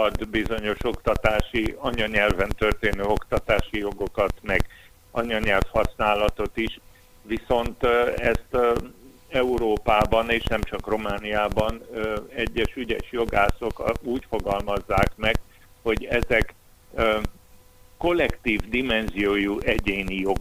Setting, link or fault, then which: link, phone line